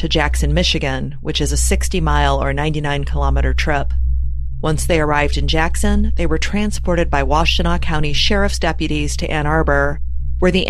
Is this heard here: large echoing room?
no